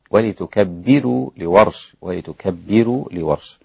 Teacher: نعم، الراء فيها مرققة